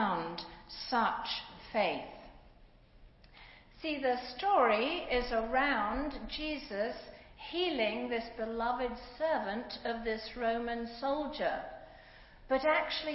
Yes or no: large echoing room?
yes